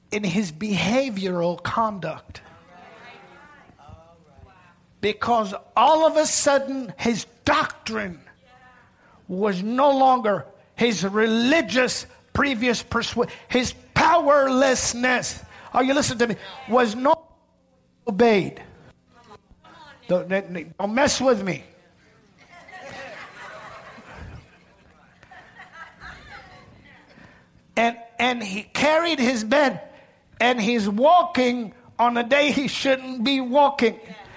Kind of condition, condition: setting, large echoing room